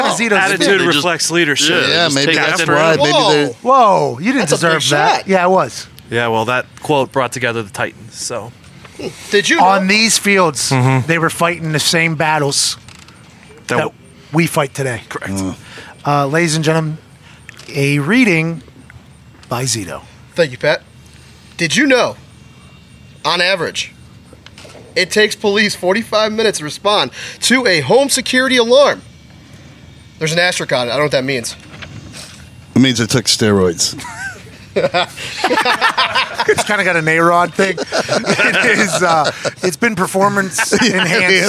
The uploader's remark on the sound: LIVE from Colts/Browns Training Camp. As they welcome in the Cleveland Browns for a joint practice.